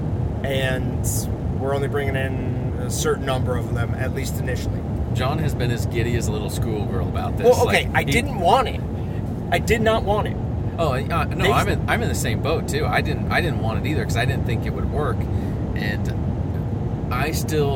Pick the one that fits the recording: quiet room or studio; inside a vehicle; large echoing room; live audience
inside a vehicle